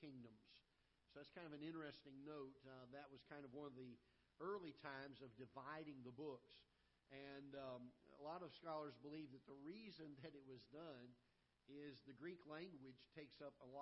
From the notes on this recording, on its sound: Ketha Heights Baptist Church ~ Live Broadcast.